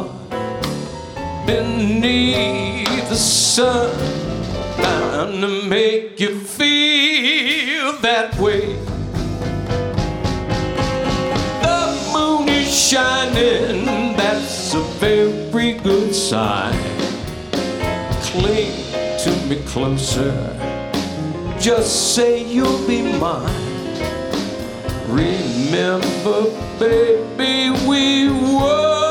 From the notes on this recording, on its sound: Live at the SouthPoint Casino